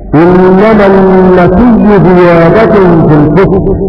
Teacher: بإدغام الهمزة ياء وإدغام الياء في الياء